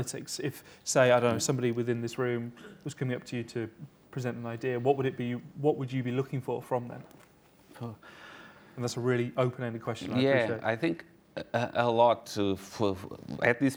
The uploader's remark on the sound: Recorded at the 2019 OptaPro Analytics Forum